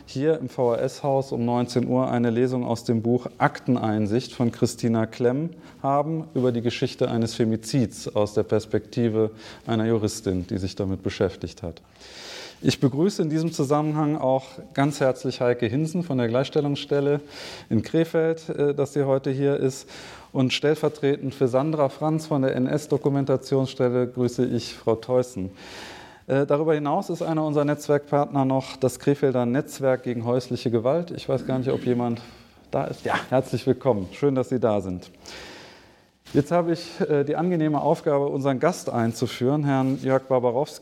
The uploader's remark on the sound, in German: 2023 live in der VHS Krefeld/Neukirchen-Vluyn aufgezeichnet.